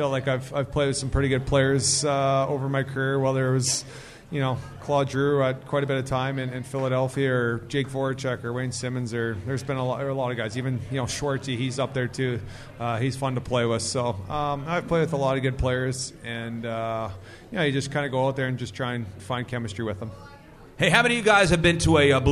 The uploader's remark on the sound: Live at Hot Shots in St.